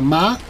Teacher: tiene, digamos, una voz modal, es decir, vocales orales como las del español